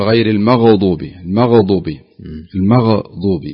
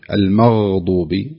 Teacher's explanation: الغين ليست فيها، لا يوجد فيها قلقلة يعني · Shown in: second take